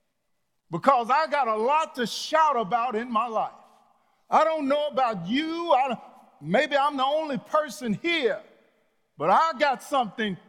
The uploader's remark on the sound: Sunday message from The Fellowship in Nashville, recorded live on August 1, 2021.